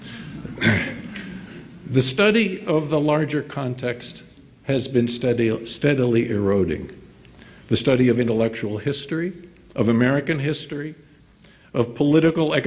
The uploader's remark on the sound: delivered remarks at IWP's Commencement ceremony on May 18, 2019, at the Fairmont Hotel in Washington, D.